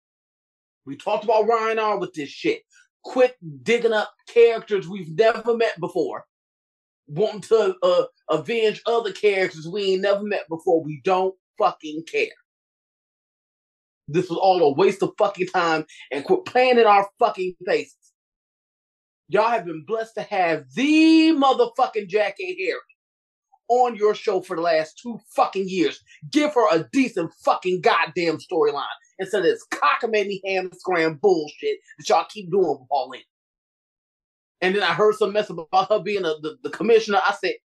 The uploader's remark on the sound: Three Bitches on a Zoom